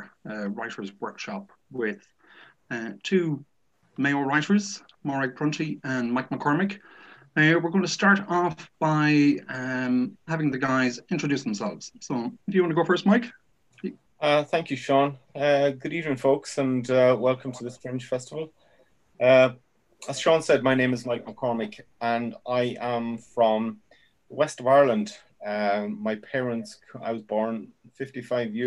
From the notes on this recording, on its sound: joined us for a Zoom workshop